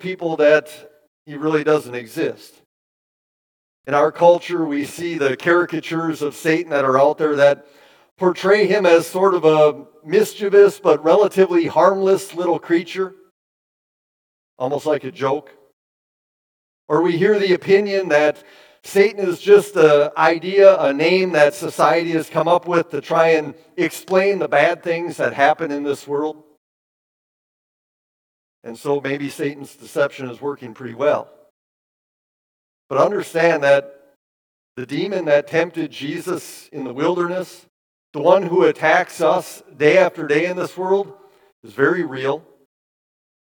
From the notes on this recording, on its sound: Preached this sermon at Bethany's Sunday worship. Bethany, Appleton, WI.